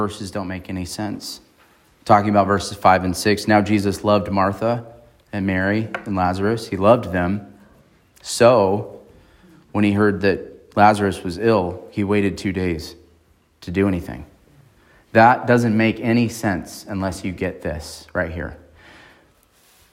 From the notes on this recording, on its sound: on March 26, 2023 at Emmanuel Baptist Church in Fallbrook, California